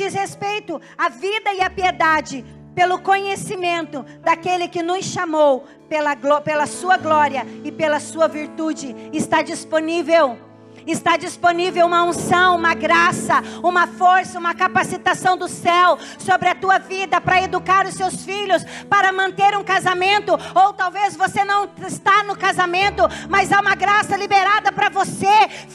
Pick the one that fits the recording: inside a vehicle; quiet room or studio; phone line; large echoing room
large echoing room